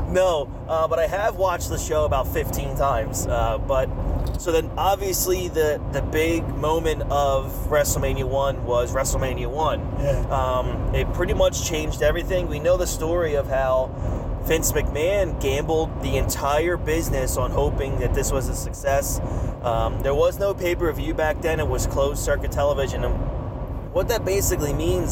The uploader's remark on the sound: Are on the road heading to The Big Event in New York and decided to record a new pod! Pardon the background noise.